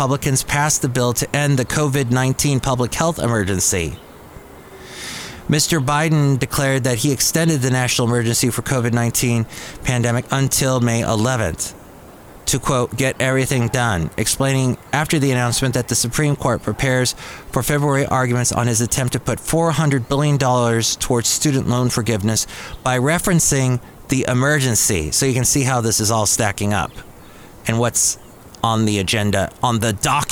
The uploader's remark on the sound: podcasts live from Cafe Anyway